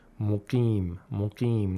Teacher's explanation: وَيَحِلُّ عَلَيْهِ عَذَابٌ مُقِيمٌ We have another idgham of Nun Sakin al Marghunna in the phrase عَذَابٌ مُقِيمٌ And notice how the qaf has the lowest level of tafkhim because of the ya'ul mat.